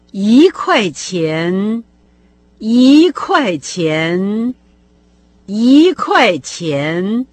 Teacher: В соответствии с правилом, о котором мы говорили совсем недавно, она в данном конкретном случае произнесла числительное 1 не с первым, а со вторым тоном, потому что за ним следует слово с четвертым тоном «куай»